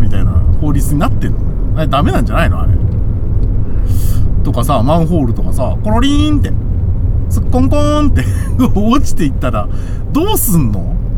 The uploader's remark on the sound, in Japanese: ただ運転して、ただ話してるから。車の走行音と運転手の声を遠くに聞きながら。